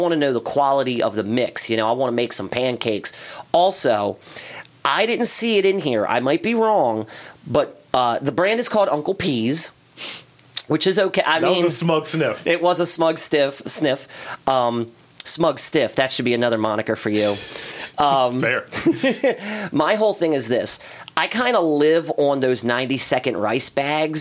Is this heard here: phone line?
no